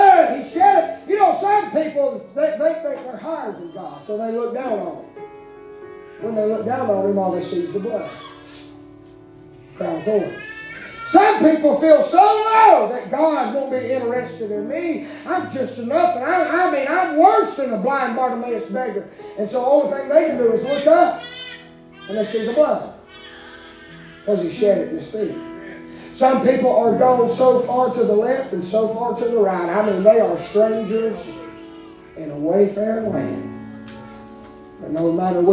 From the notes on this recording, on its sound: preaching live from Still Water Baptist Church